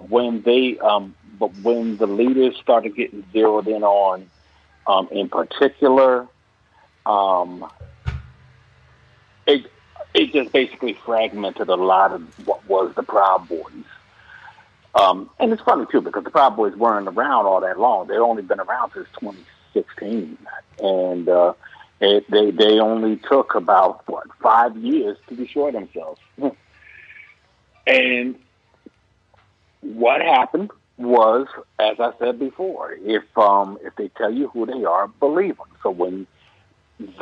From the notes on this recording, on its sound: call in guest